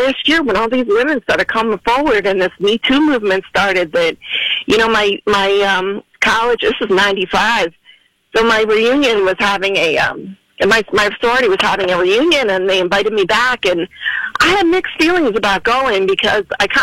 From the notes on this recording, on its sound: We opened up the phone lines for people to call in anonymously and talk about why they did/did not report.